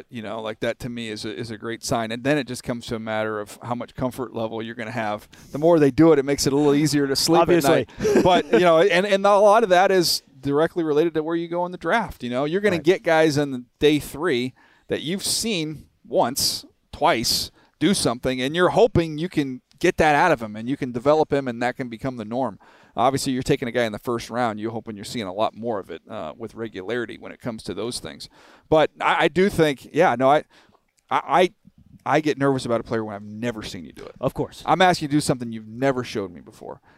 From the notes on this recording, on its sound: On this episode of the Giants Huddle podcast live from the NFL Combine.